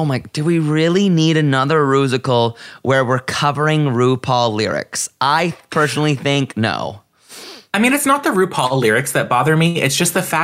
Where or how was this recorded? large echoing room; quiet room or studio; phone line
quiet room or studio